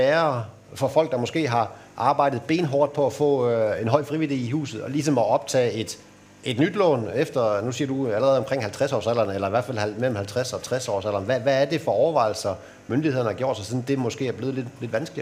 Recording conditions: busy venue